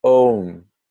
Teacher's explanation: Om has three sounds, a, u, and ma, akara, ukara, and makara, om. · Term: Omkara